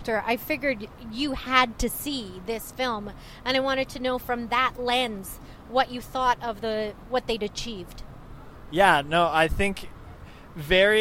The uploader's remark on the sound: Post Avenue Q debrief on the 401